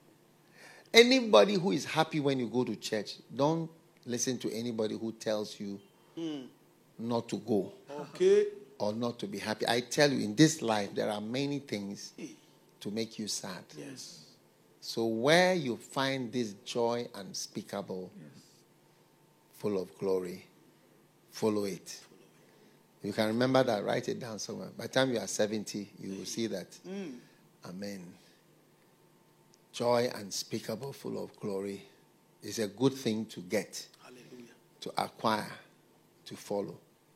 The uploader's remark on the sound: Preached at the FLOW Church.